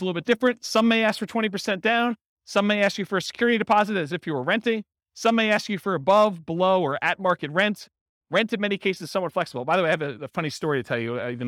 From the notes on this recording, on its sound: Real estate entrepreneurs in Hollywood, Florida. This was a live class recorded. The live in-person version.